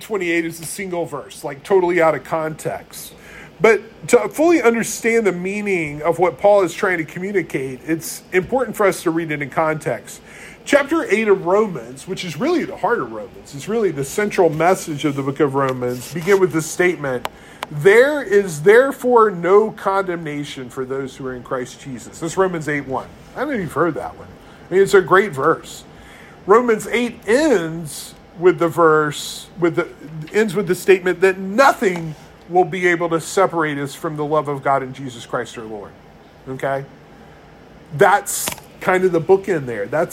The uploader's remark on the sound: One of the itchier sermons preached at Resurrection church.